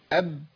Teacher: ما يمشيش يتقطع على طول، تلاقي الشفتين التصقوا وخلاص